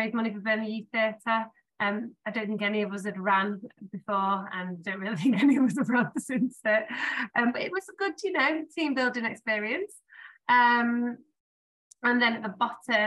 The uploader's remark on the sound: Our People Event. Join us once again for a captivating live episode, recorded on Zoom and exclusively available on this Podcast. This live episode was recorded on Zoom, allowing for an immersive and interactive experience.